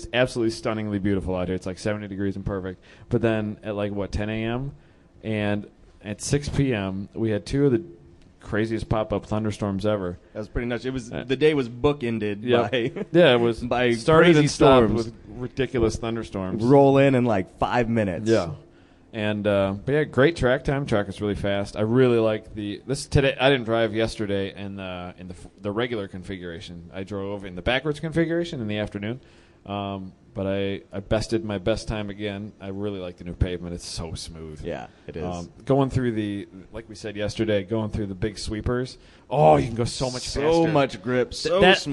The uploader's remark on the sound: Live from HondaMeet15